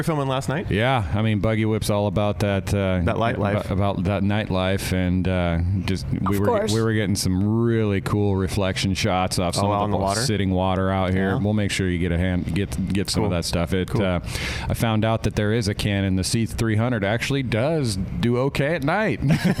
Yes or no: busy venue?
yes